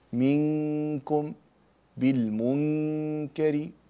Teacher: في حالة الإخفاء تلتصق النون أو يلتصق اللسان في مخرج الكاف